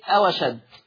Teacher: طبعا الأرض دي في الآية 71، في الآية 74 لفظ أو أشد الواو ساكنة، تحذف همزة أشد وبناخد حركة الفتح اللي عليها وتوضع على الواو فتصير أوشد · Term: النقل